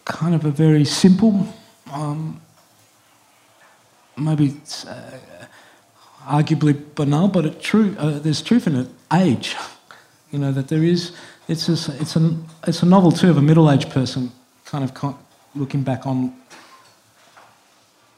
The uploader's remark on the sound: This event was recorded on 31 March 2022. Presented in partnership with Montalto.